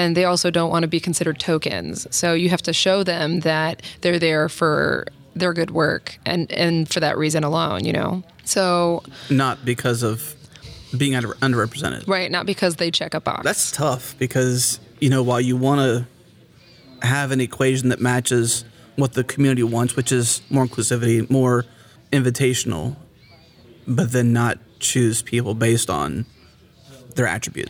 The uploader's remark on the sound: recorded at Node Interactive 2016